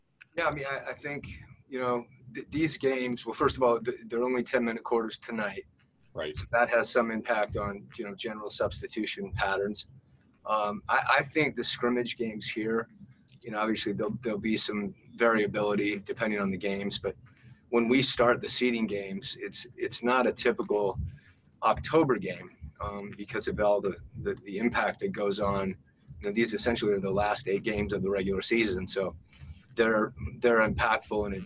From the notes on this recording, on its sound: Talked to the media via Zoom conference. In Orlando, Florida.